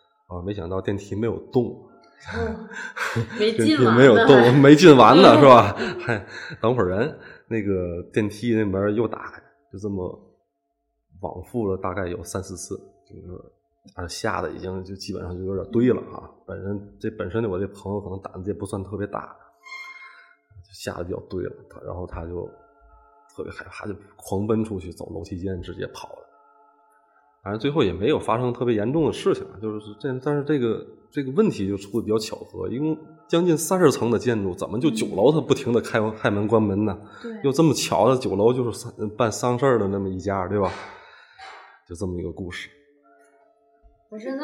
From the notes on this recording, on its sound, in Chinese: 由于现场录音环境比较空旷所以效果一般